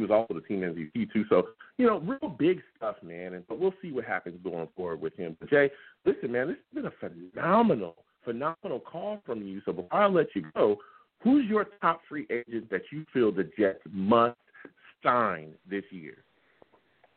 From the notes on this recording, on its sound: I also take live callers!